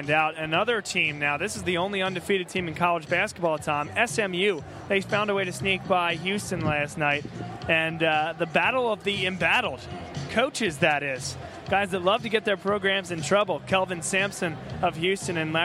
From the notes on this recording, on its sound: BLS Live From The Prudential Center. Go live from the Prudential Center in Newark, NJ, home of the Seton Hall Pirates, before the team's Big East matchup against Villanova.